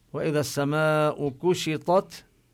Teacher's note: بلفظ السماء نمد الألف أربع حركات لأنها وقعت قبل الهمزة، وهذه الهمزة كلما وجدت همزة بعد حرف المد نزيد عن المد الطبيعي إلى أربع حركات.